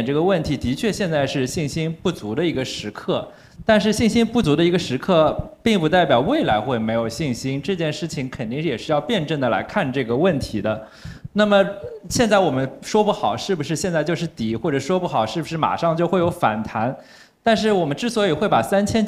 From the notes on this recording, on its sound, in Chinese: 我们特地在一月组织了一场线下播客沙龙活动。让我们一起来回顾一下嘉宾在活动中的精彩分享吧。